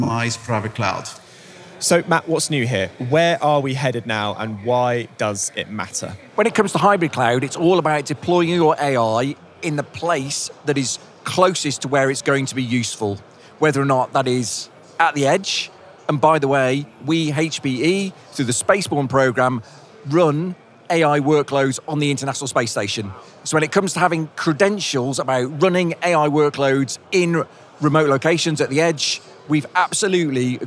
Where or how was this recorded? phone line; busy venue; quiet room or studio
busy venue